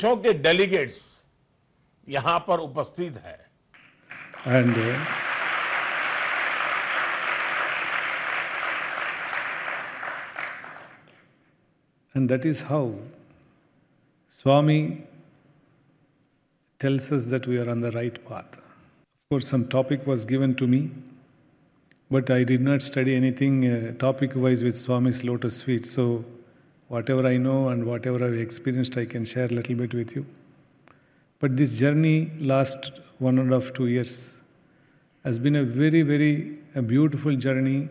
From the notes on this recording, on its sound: Address during the Center Leaders Conference in Prasanthi Nilayam.